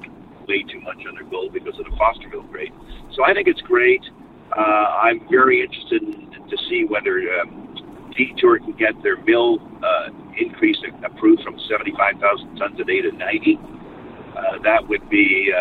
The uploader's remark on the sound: as he drives down the freeway